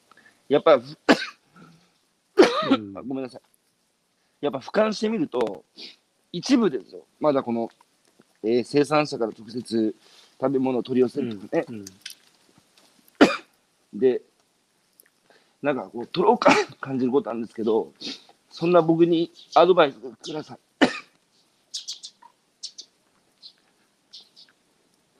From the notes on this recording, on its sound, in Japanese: 歩きながら1時間、対談する